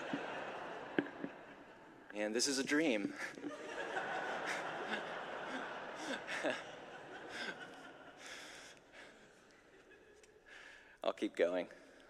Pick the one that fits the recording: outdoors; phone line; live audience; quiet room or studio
live audience